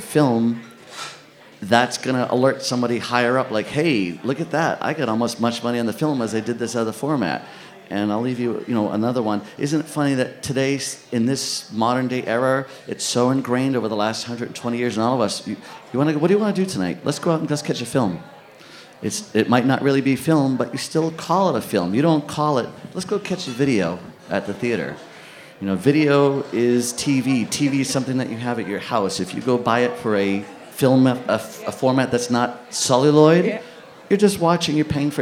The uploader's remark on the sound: AMIA Projection Workshop at the Alamo Draft House in Austin, TX. Sat down for the first podcast recorded in front of a live audience.